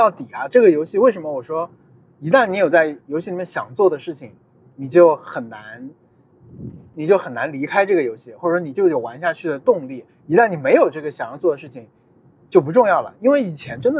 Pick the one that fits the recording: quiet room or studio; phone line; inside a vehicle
inside a vehicle